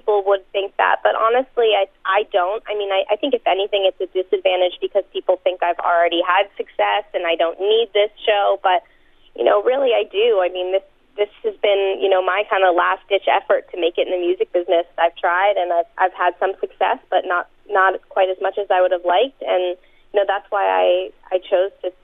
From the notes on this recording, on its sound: called in to The Point Morning Show